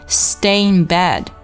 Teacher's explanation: 在连读的时候会产生一个 ye 的滑音，非常轻非常快